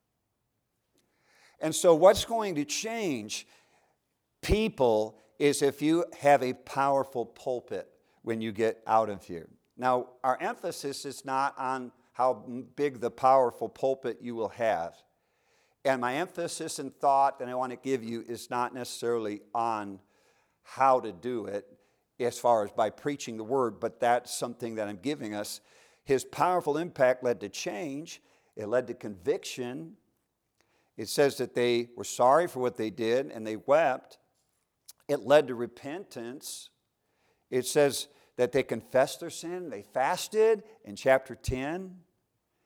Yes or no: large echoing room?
yes